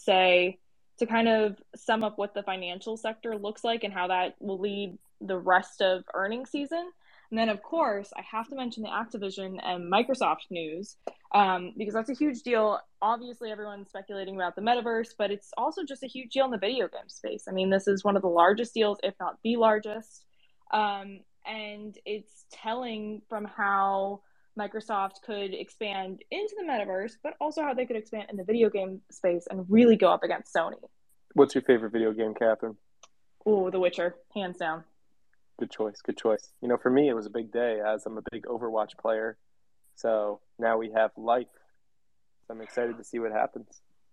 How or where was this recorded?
video call